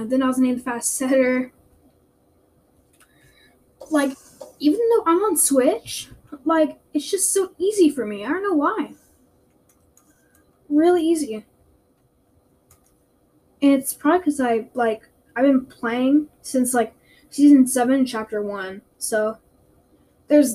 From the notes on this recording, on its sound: Sorry for the bad audio